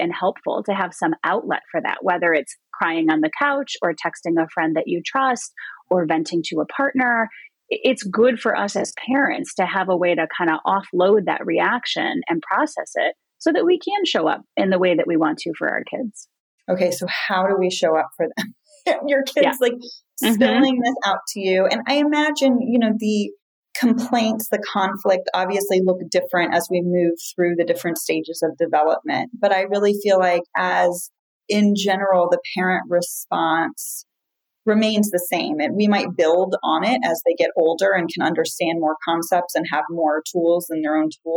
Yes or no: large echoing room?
no